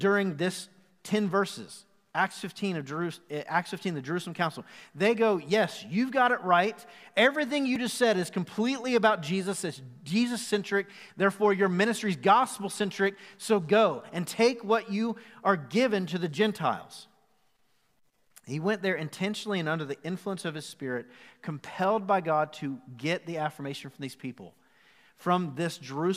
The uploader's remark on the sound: Recorded live at the Fellowship Mt Juliet campus on January 24, 2021.